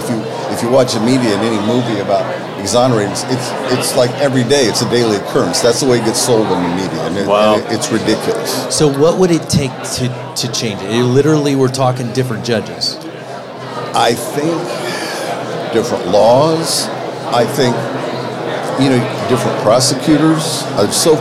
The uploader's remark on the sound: Live from the Lincoln Day